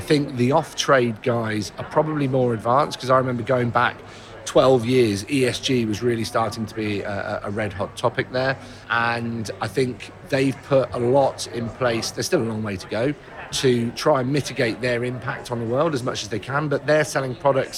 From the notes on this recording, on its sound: Recorded at Retail Week Live 2022. Recorded at Retail Week Live 2022.